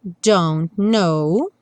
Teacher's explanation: a gente não pronuncia nem o T do don't, nem o K do know, porque a gente nunca pronuncia mesmo o K do know. · Term: junção dos dois N's